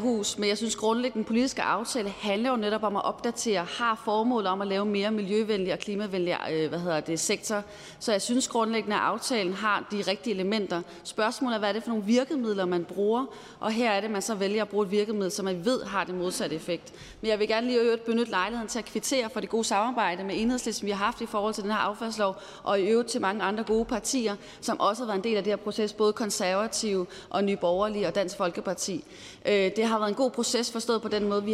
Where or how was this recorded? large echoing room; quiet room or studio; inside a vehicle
large echoing room